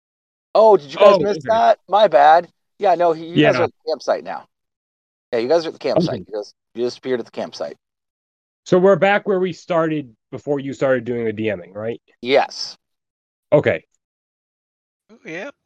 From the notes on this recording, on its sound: Excuse the bad recording, two of us were on the road.